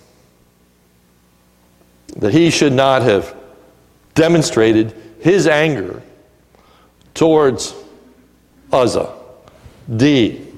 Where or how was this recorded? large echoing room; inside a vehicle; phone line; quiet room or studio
large echoing room